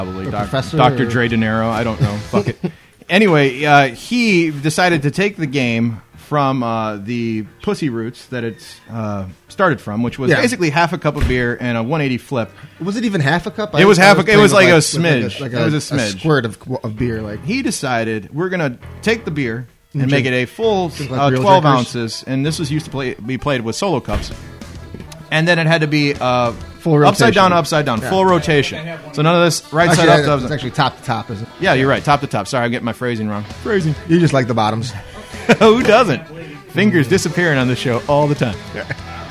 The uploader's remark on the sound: When you try and do a podcast while drinking way too much alcohol. RECORDED LIVE DURING THE 2015 TCA SPRING CLASSIC TOURNAMENT.